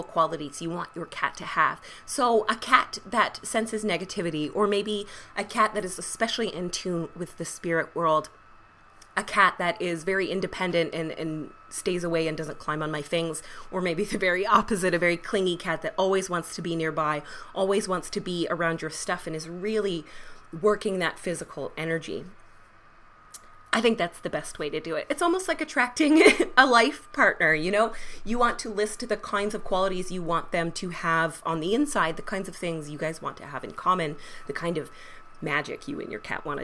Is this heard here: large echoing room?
no